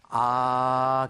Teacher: 아, 길게 발음하면 처음과 끝이 다 아, 하나도 안 변해. 입술 모양도 안 변하고 혀 위치도 전혀 변동이 없어요. · Term: 단모음